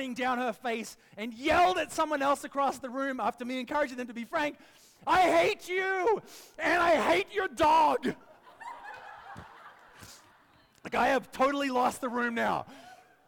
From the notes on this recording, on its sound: preached this message at our Downtown Community